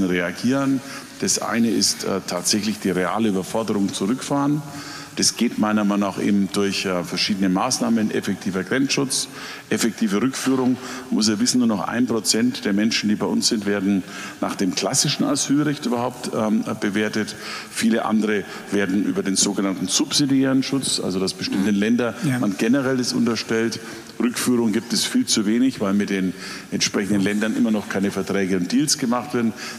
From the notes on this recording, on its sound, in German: Live-Interview mit unserer Redaktion im Augsburger Kleinen Goldenen Saal.